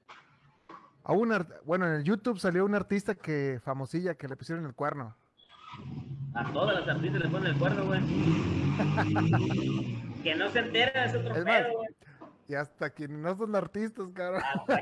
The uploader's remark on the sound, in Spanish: En vivo desde Tacos Los Primos